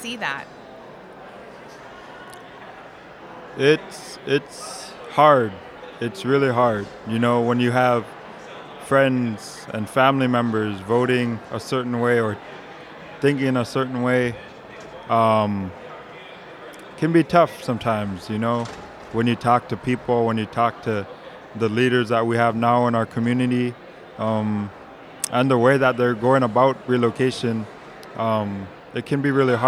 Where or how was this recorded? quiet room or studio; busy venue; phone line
busy venue